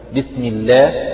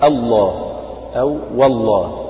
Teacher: وبالنسبة للام ففي غير لفظ الجلالة تكون اللام مرققة دائما، وفي لفظ الجلالة إذا سبق بفتح أو ضم تفخم اللام، وإذا لم يسبق بفتح ولا ضم يعني سبق بكسر فإنها ترقق · Term: لام لفظ الجلالة